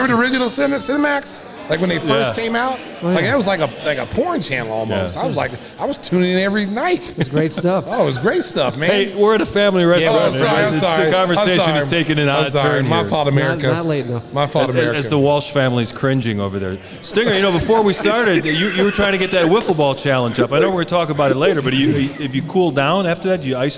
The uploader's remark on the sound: Live at Salutos